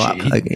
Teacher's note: you got the rising tone right there on the Xi